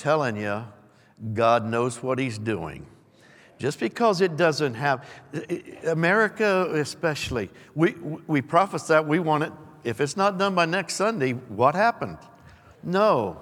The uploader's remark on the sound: Recorded live on 1/15/23.